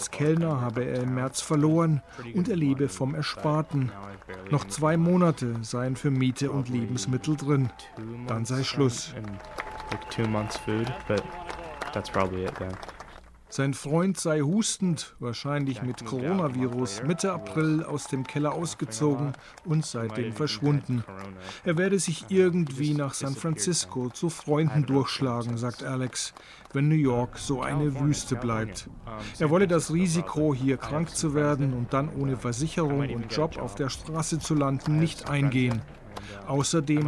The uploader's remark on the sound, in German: war für ndaktuell in New York auf der Straße und hat die Proteste am sechsten Tag in Folge in einem Audiobeitrag eingefangen.